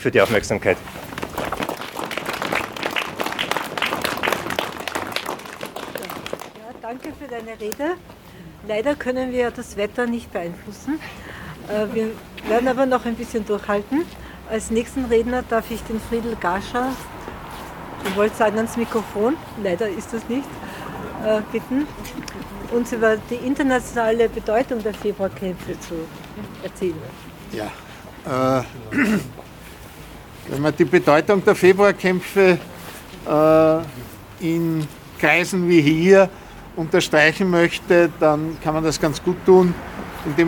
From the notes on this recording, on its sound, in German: Beim Goethehof in Wien 22. Unbearbeitete Aufnahme der Kundgebung. Rund 80 Personen beteiligten sich vor dem Goethehof in Wien-Kaisermühlen an der heurigen Kundgebung von Rassismusfreies Transdanubien.